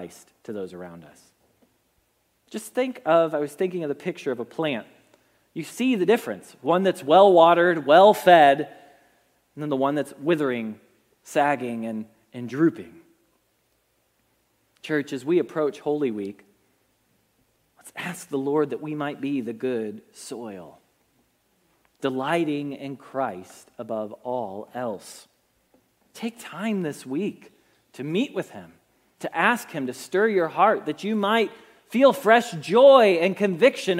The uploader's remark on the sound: Message Preached at Valley Creek Church